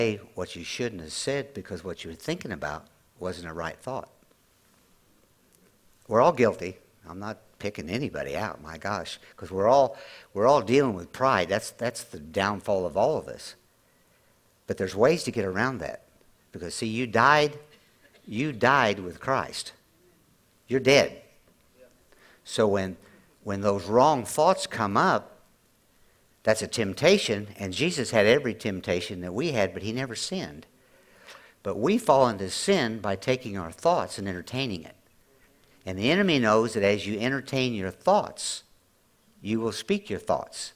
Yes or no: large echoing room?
yes